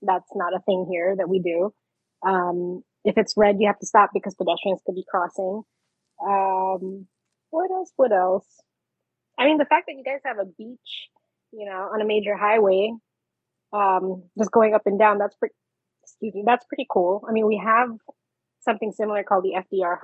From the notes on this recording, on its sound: Why is the audio misbehaving? Is it time to get a new Zoom audio recorder? This is probably the last episode recorded via the “Zoom H6 6-Track Portable Recorder” that The Stuff and Junk Show have been using for 8 Years now.